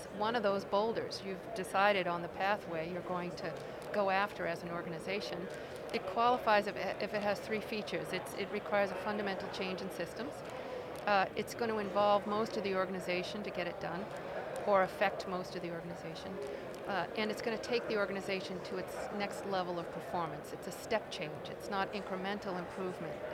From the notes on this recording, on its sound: From the GBMP Northeast Lean Conference!